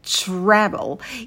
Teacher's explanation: Когда у нас «ти-а», то появляется звук «ч». Travel. И звук лягушка.